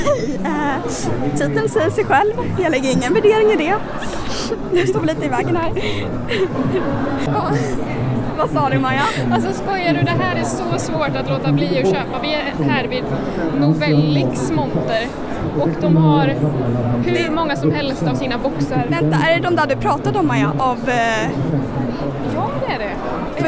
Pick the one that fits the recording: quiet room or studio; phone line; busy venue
busy venue